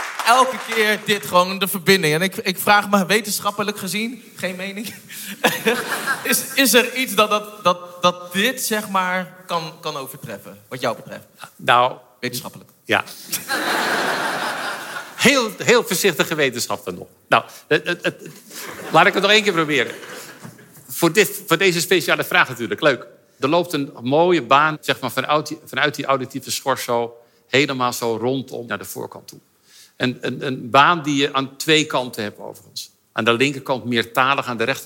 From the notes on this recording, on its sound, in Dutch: Opgenomen op 6 september 2021 in poptempel Paradiso tijdens 'The Science of Music' van de Universiteit van Nederland.